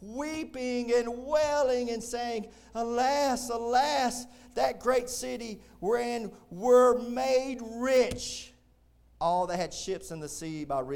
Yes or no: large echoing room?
yes